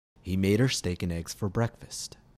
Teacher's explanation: The preposition for is pronounced fur, or is reduced to er, fur. The pronoun her is pronounced er.